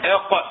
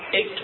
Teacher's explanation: حيث إن مخرج القاف من أقصى اللسان ومخرج الكاف أسفل من مخرج القاف وأقرب إلى الفم منه، فالإدغام هنا متقارب.